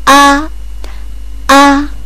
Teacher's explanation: 第一声の方はまっすぐ伸びる感じである